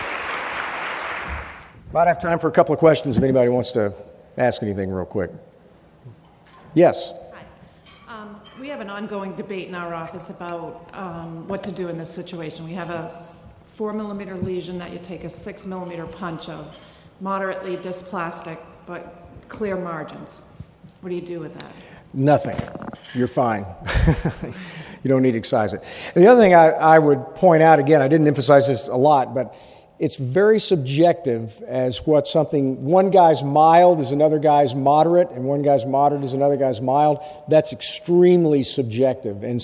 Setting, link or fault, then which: setting, busy venue